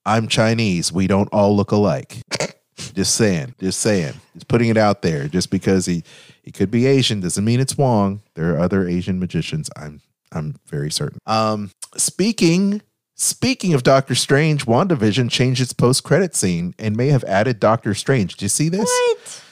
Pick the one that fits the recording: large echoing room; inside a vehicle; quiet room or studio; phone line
quiet room or studio